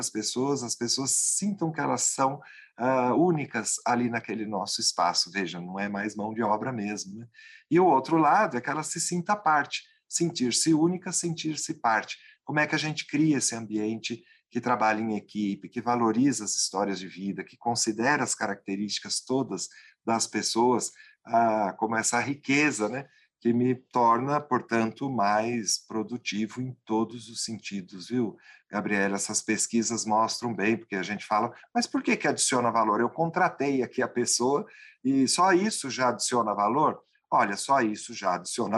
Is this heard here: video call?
yes